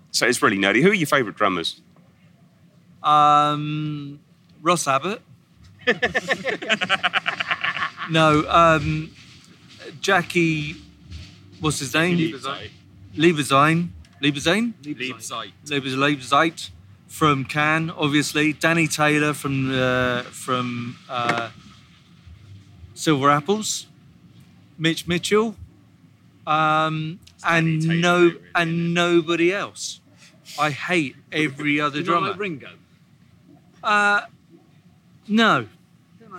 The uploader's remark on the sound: recorded on a rickety bench on a Saturday afternoon in Los Angeles at Primavera LA